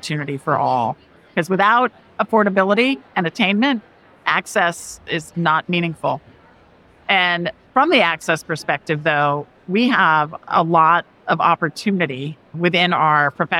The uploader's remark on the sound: a conversation from the 2023 NACAC Conference